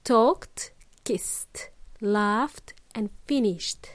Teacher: it's a very soft t sound when we pronounce these verbs in their past tense